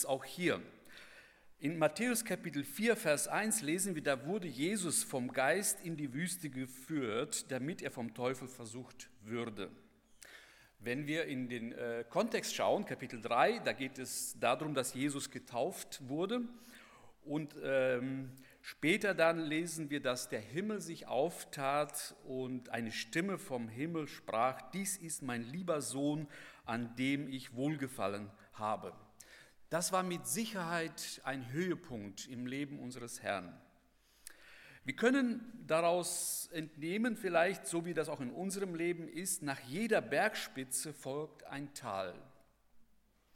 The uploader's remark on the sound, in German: Bei der Eröffnungsandacht des Bibelseminar Bonn.